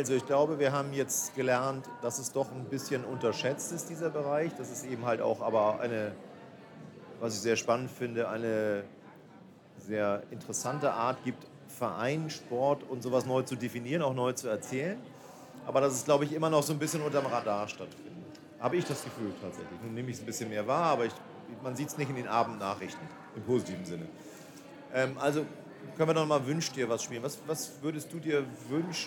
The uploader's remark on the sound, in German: Herzlich Willkommen zur Live-Aufnahme unserer packenden Podcast-Episode, direkt von der BRANDmate und aus dem Podcaststudio der Spielwarenmesse !